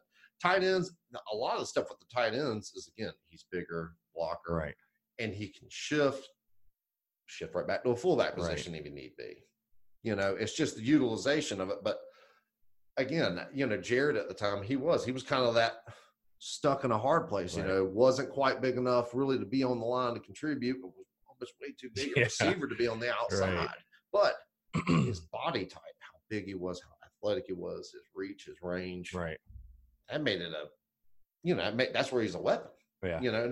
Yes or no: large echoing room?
no